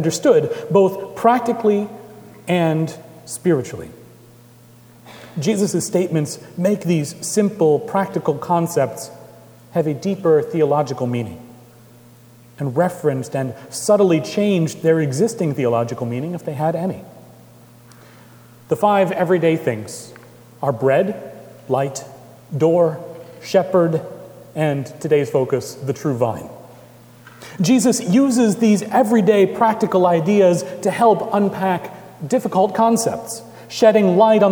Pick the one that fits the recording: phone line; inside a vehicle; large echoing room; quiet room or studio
large echoing room